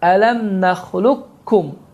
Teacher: Yəni, qətiyyən qalqalə olunmur, qaf hərfi tələffüz olunmur, çünki burada idğam əl-mütəqaribeyn qaydası baş vermişdir.